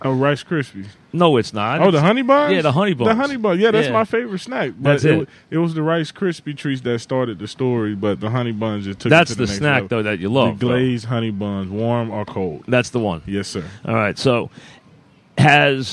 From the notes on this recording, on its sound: live from Giant camp